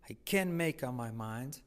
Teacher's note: Fijaos que la T no se pronuncia, pero se acentúa toda la palabra